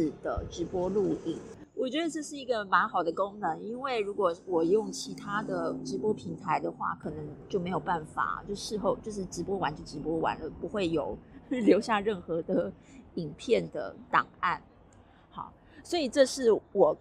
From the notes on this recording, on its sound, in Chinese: 新年路邊閒聊。趁著雨停和管制法令稍稍停歇之時。這回在路邊錄音，已盡力刪除可能不悅耳的聲音，但仍有些車子的聲音。